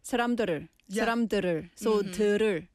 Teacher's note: a quick exchange of the tongue from the D to the R, and it sounds like the R